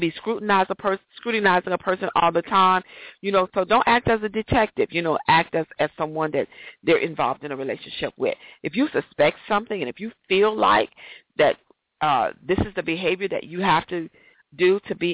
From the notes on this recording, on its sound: A special 15 minutes show for the Got To Get Myself Together 2014 Teleconference